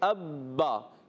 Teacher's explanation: مثال کے طور پر ہم پڑھیں ابا، تو بنے گا حمزہ با زبر اب، با زبر با، پہلا ساکن تھا دوسرا متحرک، اب پہلا با دوسرے با میں مل گیا تو پڑھیں گے ابا. · Term: مشدد